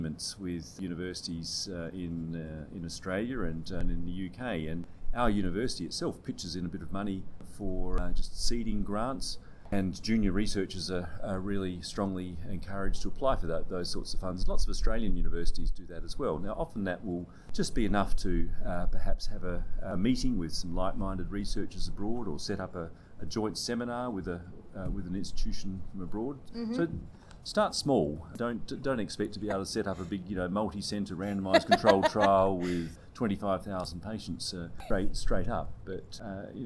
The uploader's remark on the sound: There is some audio interference given it was recorded at the Symposium.